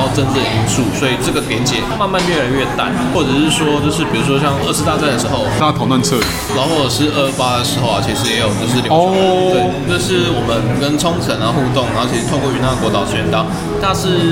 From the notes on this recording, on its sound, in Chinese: 本集白噪音指數：暴風級 5/5。錄音地點： Supranormal Bakery Cafe 赤峰店。